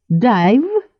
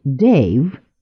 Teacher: Представители низшего класса звук «а» часто произносят как долгое «и» · Shown in: first take · Dive вместо Dave.